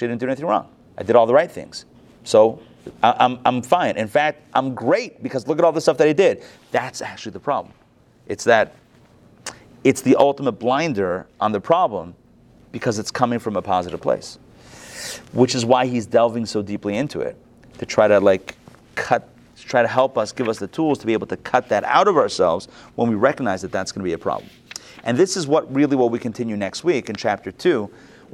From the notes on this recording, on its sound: Recorded live at the Intown Jewish Academy on February 6, 2022